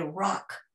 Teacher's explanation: rock, the sounds in that are abrupt and sharp. And so when you say rock, it comes to an end abruptly. When you say stone, you have a breath with the S sound.